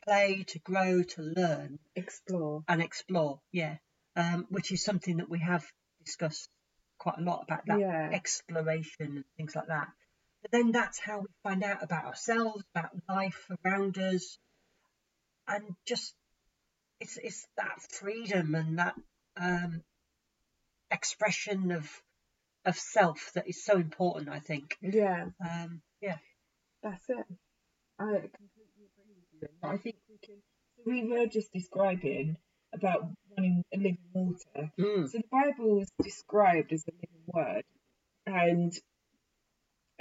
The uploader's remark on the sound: sorry poor sound quality